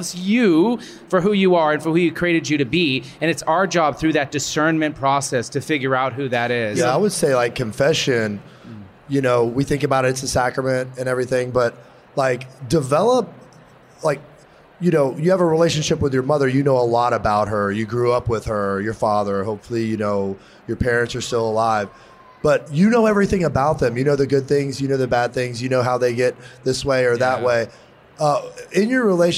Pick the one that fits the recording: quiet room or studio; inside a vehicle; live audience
live audience